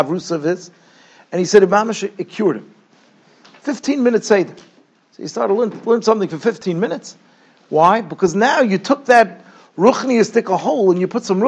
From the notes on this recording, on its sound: Shiur recorded in Yeshivas Ohr Reuven, Monsey, NY.